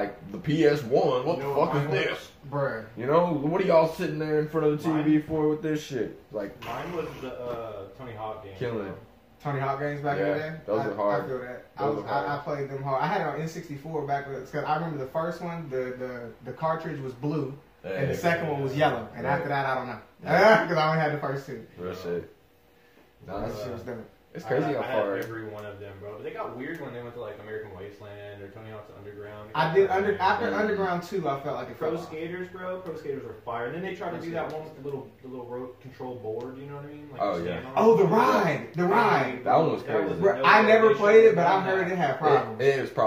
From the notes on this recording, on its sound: Dont hate us for the audio! We've updated our microphones since recording this episode.